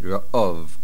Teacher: The stress is on the ayin. The accent is on the ayin.